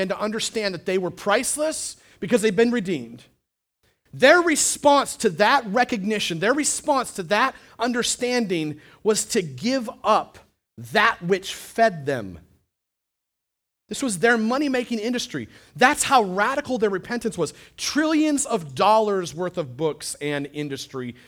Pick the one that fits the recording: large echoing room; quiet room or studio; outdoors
large echoing room